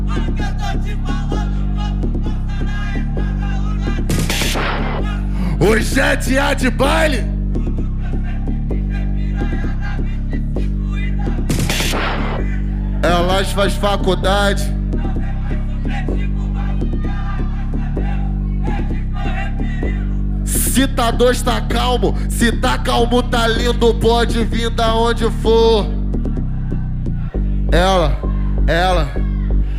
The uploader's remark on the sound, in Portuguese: Ao vivo na Roda de Funk. Gravado Ao Vivo.